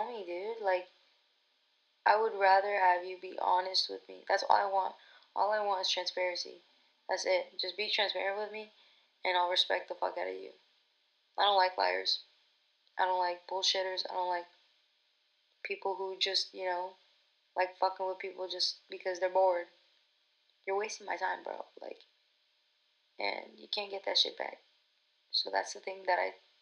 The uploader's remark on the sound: My first episode recorded back in Feb. There's still things that I gotta learn & improve on w the audio but jus be patient w me.